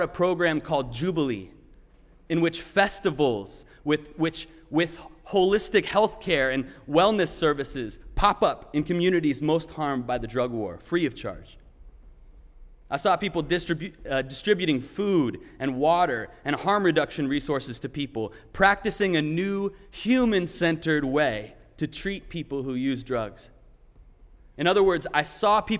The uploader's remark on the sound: Sermon preached at RCHP on June 20, 2021.